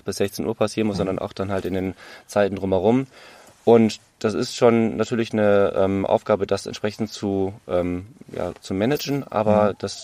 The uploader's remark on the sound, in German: Live aus dem Prinzenmobil